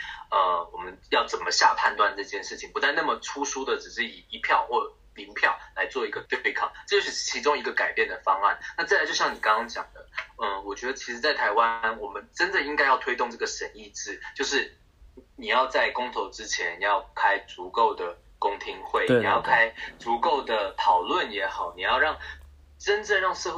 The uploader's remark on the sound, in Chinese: 抱歉由於越洋訪問所以今天收音出了問題